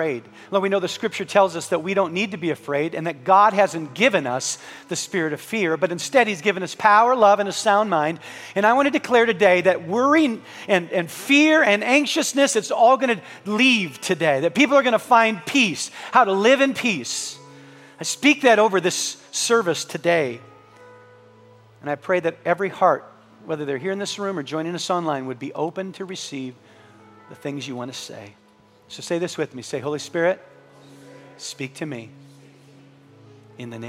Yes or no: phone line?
no